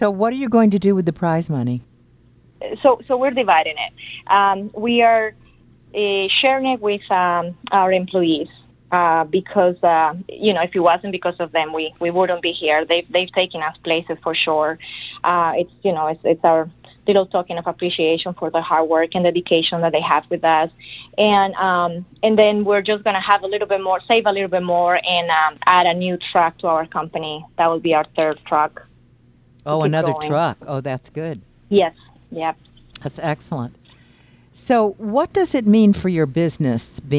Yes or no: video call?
no